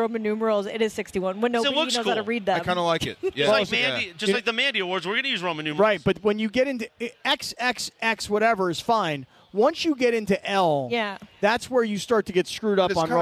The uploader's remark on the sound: LIVE From Yaamava!